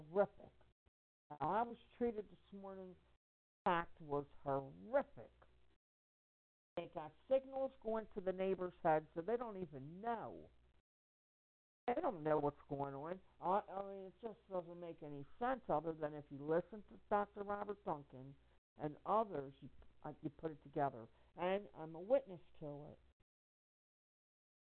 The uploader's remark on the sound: Conference call for general chat, support.